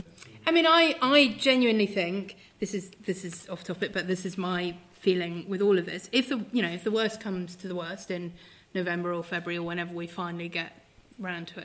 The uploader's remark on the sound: At the Junior Anglican Evangelical Conference 2023 (The Church for England).